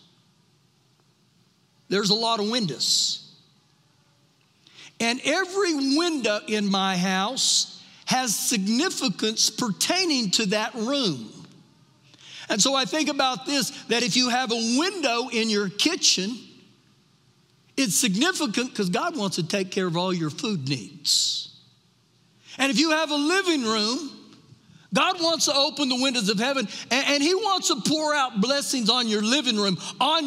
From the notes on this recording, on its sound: Recorded live during our Wednesday night service